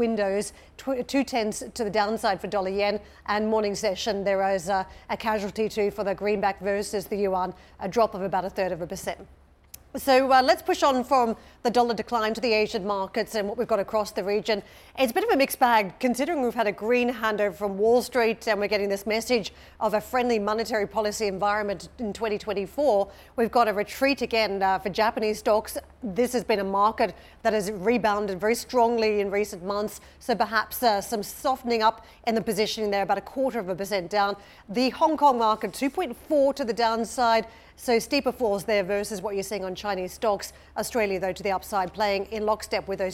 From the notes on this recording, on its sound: We are live at the NATO meeting in Brussels